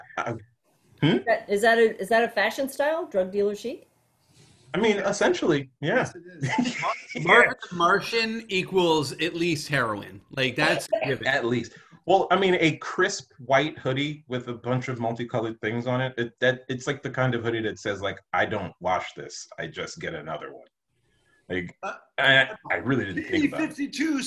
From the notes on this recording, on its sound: Two stories recorded for a live ZOOM Audience.